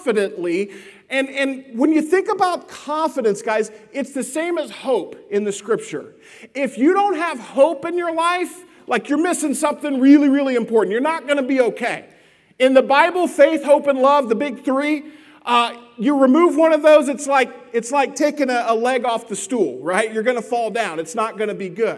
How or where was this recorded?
large echoing room